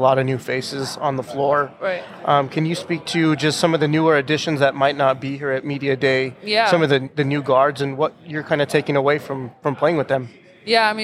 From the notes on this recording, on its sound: at Mountain West Conference women's basketball media days